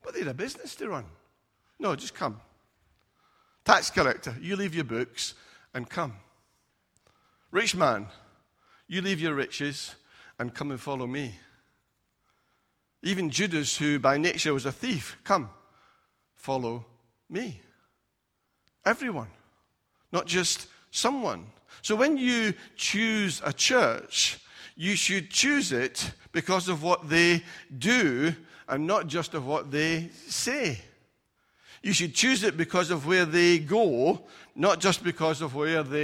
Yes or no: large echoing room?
yes